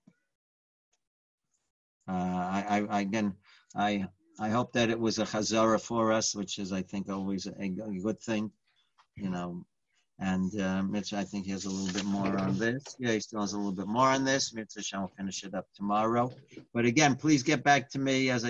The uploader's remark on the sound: Live On Zoom: 6-29-2020